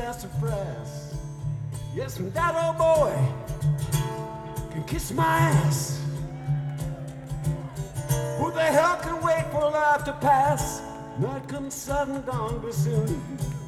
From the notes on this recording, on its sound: Live at Wanee Festival 22 April 2017. Wanee Festival Spirit of Suwanne Music Park Lake City, FL USA. Schoeps MK4V (FOB, DFC)>KC5>PFA>Zoom 48>24/44.1kHz WAV.